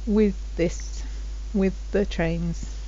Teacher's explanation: So sometimes if you have two TH sounds together, then they merge